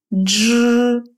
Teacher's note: сочетание «дж», например, как в слове «джем», но произносится как единый звук.